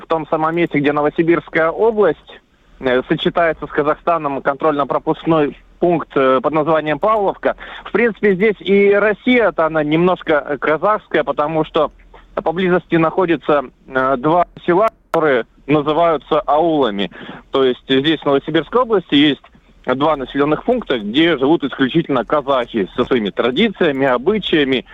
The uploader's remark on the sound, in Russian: Репортаж с границы. Едущие из Казахстана в Россию люди говорят.